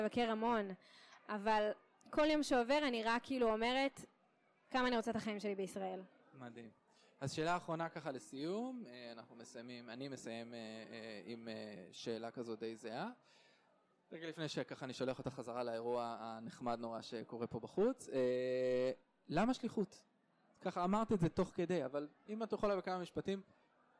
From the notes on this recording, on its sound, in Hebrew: במהדורה מיוחדת זו, שהוקלטה באירוע השליחים החוזרים ב2019.